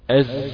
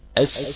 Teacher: حرف الزين حرف مجهور، السين بقى هو أضعف هذه الحروف لأنها حروف مهموسة